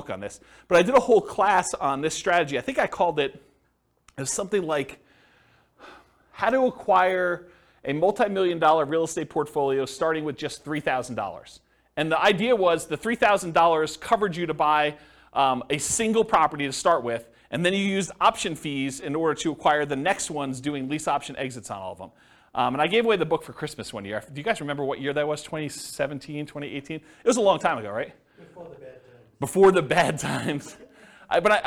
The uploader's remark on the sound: This was a live class recorded